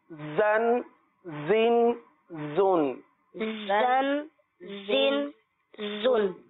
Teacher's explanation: ہو تو جو کہ زال سے مل رہی ہوتی ہے تو زا میں جو ہے ہلکی سی سیٹی کی آواز کیونکہ صفت صفیر ہے